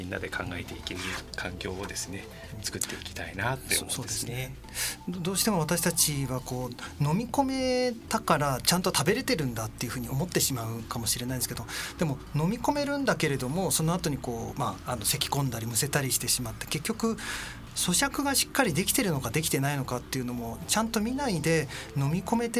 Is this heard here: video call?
no